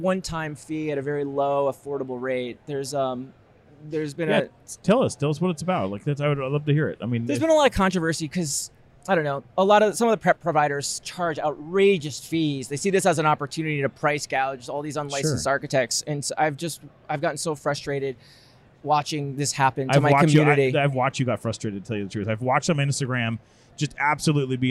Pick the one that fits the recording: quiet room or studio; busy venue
busy venue